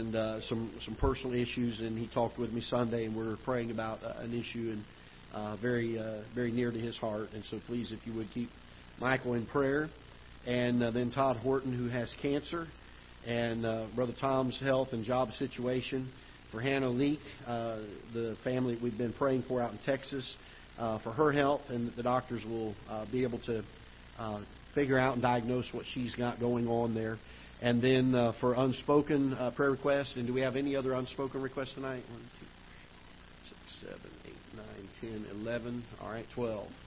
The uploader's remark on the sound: Ketha Heights Baptist Church ~ Live Broadcast